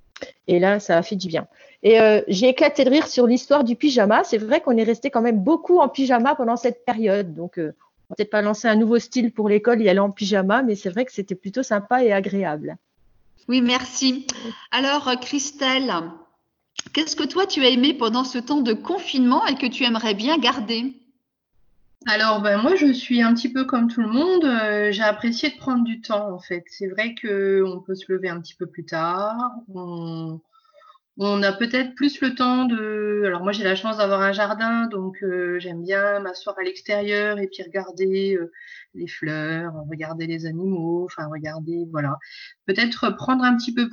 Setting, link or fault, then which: link, video call